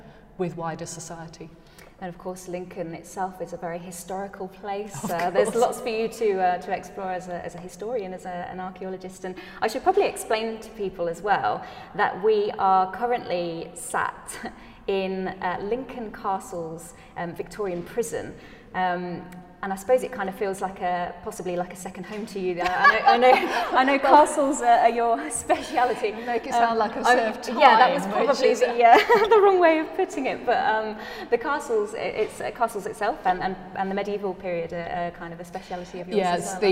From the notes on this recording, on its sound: The haunting and echoing atrium of the Victorian prison at Lincoln Castle, surrounded by Medieval and Roman discoveries from archaeological digs in the castle grounds, as well as a nearby Saxon sarcophagus. Coffee in hand and surrounded by historical treasures.